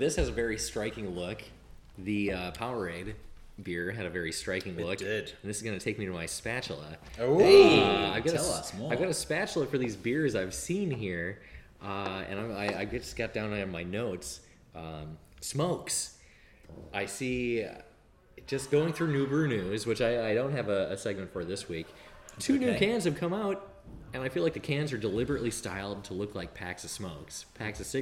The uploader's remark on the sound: Coming to you LIVE from the Princes Park Carlton Bowls Club! We finally get the microphone down to the bowls club for a spot of bowls chat.